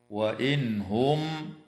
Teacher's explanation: فحكمها الإظهار الحلقي عند حرف الهاء